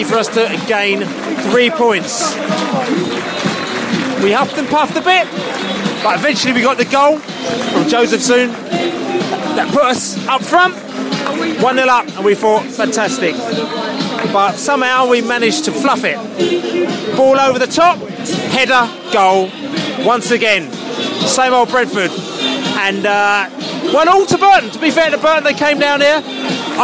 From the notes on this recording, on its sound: Post-match podcast from the pub.